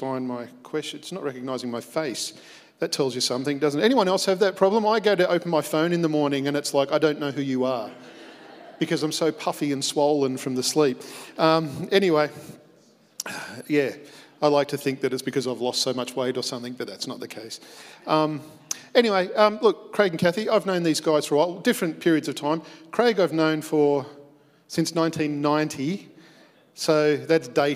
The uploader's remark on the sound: Recorded at our live gathering on the 21st of February 2021.